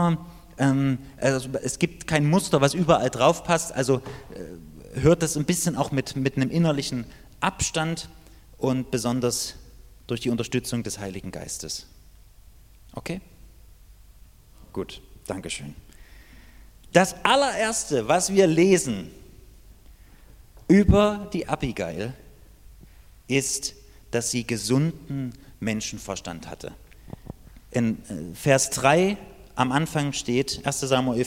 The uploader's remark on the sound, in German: Die Predigt ist aus dem Gottesdienst vom 7.